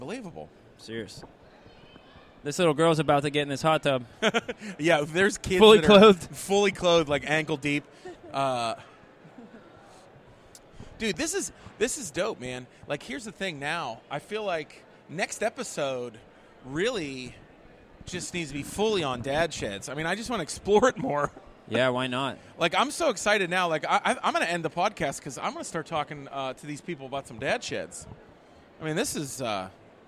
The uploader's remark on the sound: LIVE at the Home Show